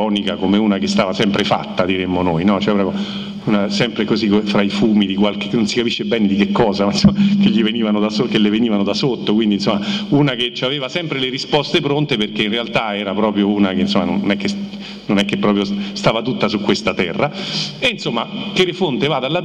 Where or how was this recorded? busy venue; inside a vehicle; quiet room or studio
busy venue